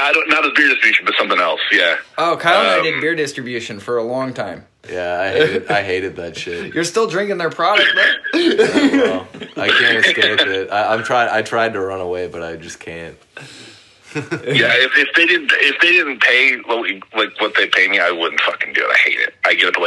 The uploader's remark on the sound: We also take some phone calls.